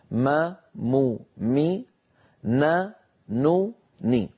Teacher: تكون في النون والميم المتحركتين، ما مو مي نا نو ني، هذه الأصوات الستة فيها غنة أقصر وأنقص ما تكون